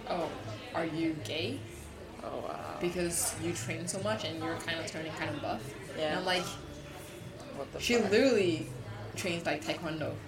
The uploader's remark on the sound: This time we tried spicing things up by recording in a café